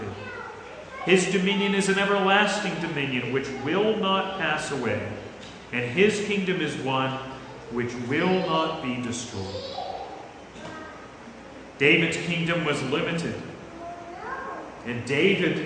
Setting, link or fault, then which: setting, large echoing room